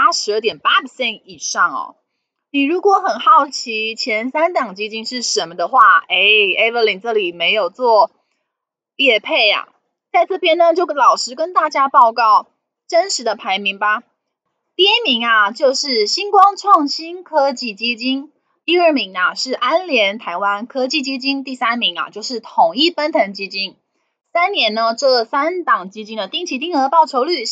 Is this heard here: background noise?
yes